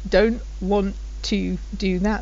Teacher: So two of the T's have disappeared there.